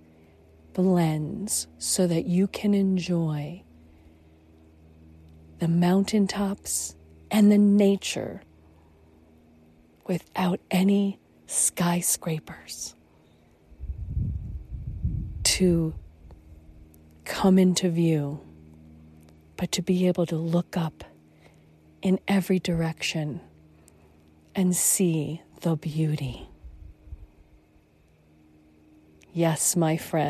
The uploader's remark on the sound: Finding Serenity in Sedona, Arizona, USA. There is a bit of over head air traffic and a few noisy motorized jeeps and ATVs that may also be out there along the paths but they are not often. The rest of the time you can hear the wind whip through the trees, the birds fly right past your head, the echo of small creatures as day turns to night.